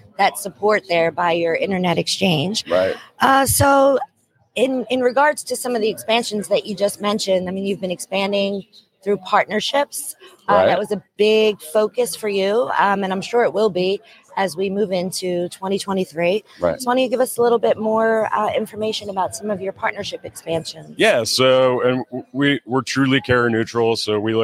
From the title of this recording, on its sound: Live from PTC‘23